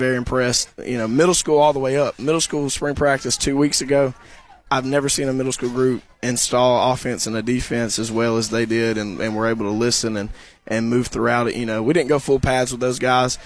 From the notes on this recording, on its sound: Live from the Clements Lift-a-Thon